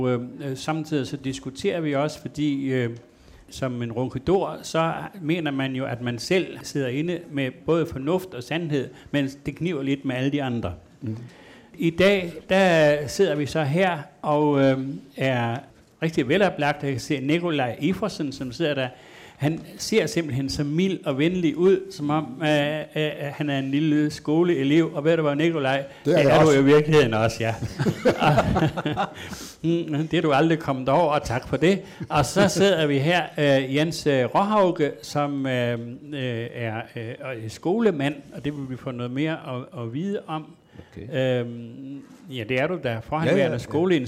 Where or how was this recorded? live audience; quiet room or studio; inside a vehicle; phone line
live audience